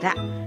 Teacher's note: 舌の先を反らせて上の顎の下の先を当てて発音する